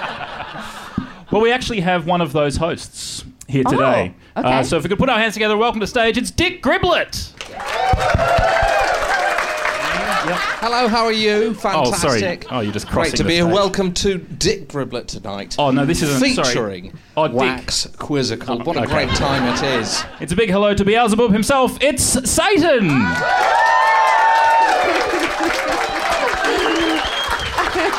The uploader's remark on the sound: Special Edition Best of Wax Quizzical Live Podcasts! Feel the energy in the room as we take you through the best bits of over 2 years of live specials! Recorded at Comedy Republic.